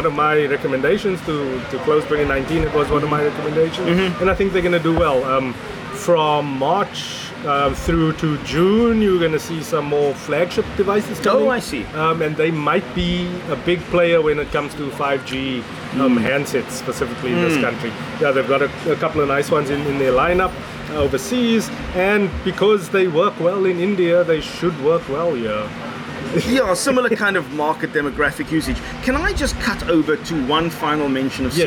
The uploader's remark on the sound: South Africa's most accessible consumer technology podcast escapes the Cape Town heat, but has a fan blowing directly onto the mics. Recorded at The Kitchen. Mixed and recorded on Samsung Galaxy S10 + Samson Go Mic.